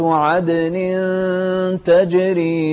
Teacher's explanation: ننتبه هني لكلمة عدن وتجري، لأن القلقلة هني في نص الكلمة